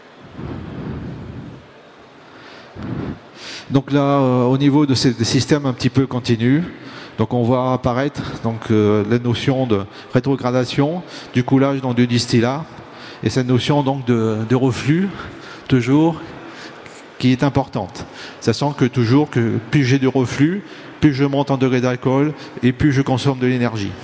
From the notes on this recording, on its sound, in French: Conférence enregistrée le samedi 22 octobre 2022, au Salon du Brasseur. Au Salon du Brasseur. Suite à un incident technique, le début de la conférence n'est pas disponible.